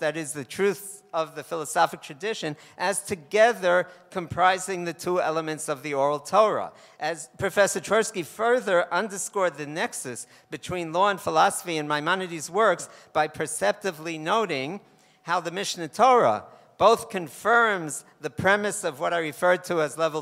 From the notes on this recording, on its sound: This most recent essay originated as a lecture at a conference commemorating the 25th yahrzeit of R. Isadore Twersky convened at Yeshiva University’s Bernard Revel Graduate School of Jewish Studies at Yeshiva University.